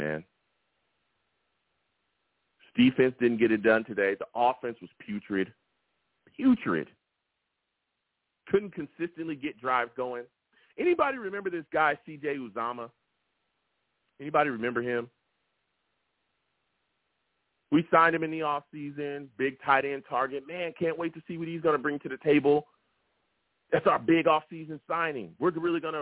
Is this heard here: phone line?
yes